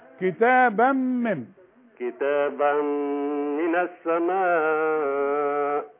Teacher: التنوين اللي بعده ميم إدغام كامل بغنة